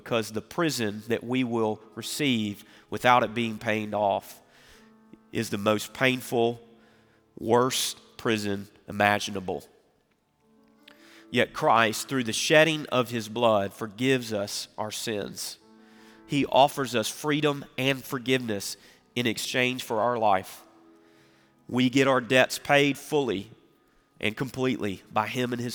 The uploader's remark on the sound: Recorded Live at Brookwood Church on 11.26.2023